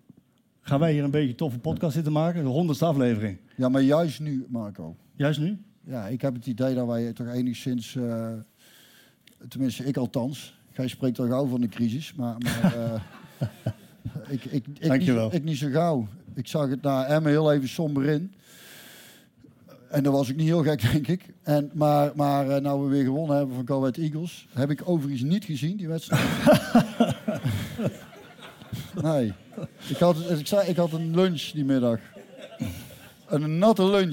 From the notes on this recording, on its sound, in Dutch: De 100ste Skiete Willy met publiek in De Verlenging!